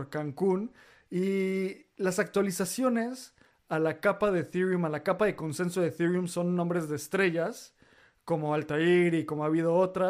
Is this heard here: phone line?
no